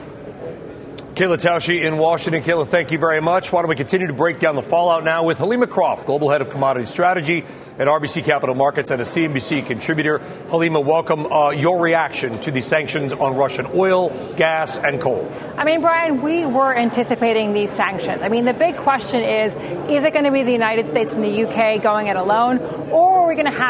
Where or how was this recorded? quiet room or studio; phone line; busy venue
busy venue